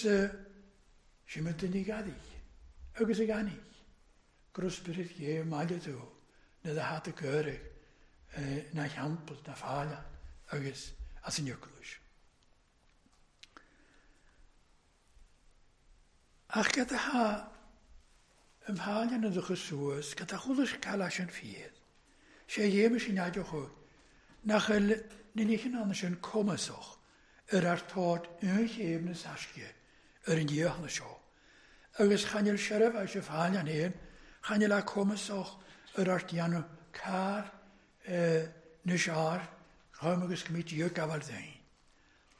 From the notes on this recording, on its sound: Gaelic service recorded at North Harris Free Church on Sunday Evening 25th July 2021.